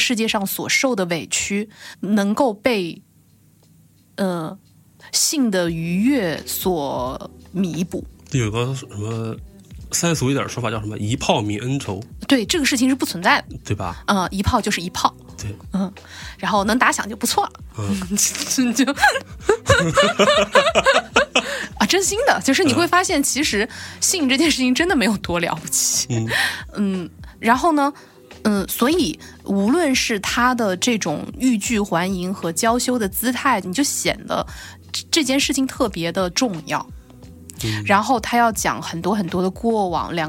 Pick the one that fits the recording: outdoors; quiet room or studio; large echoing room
quiet room or studio